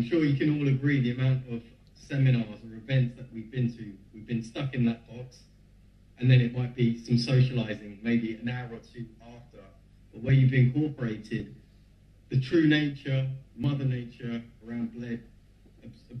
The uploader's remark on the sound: Sorry for the bad audio quality